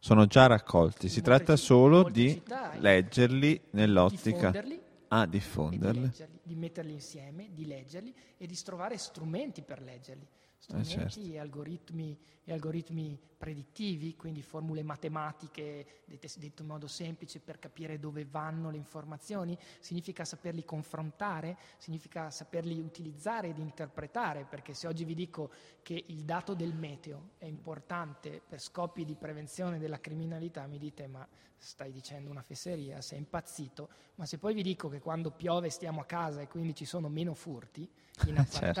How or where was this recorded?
busy venue